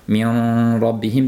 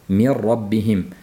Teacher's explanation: Sukunli nun roga yo'liqqanligi uchun nunni roni ichiga to'laligicha kirgizib yuborildi. · Shown in: second take · Va bu komil idg'om deyiladi. · Term: g'unnasiz idg'om